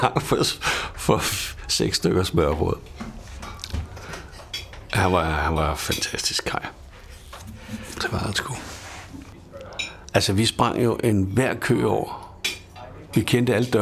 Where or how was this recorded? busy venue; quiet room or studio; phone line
busy venue